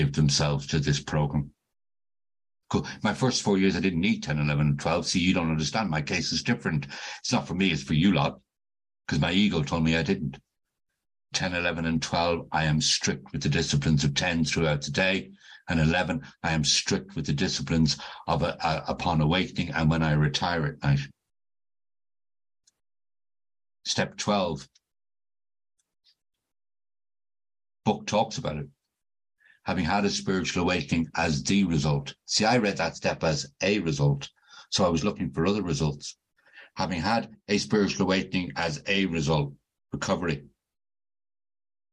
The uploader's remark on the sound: This zoom meeting was recorded at the Magical Mystery Tour meeting in January of 2022.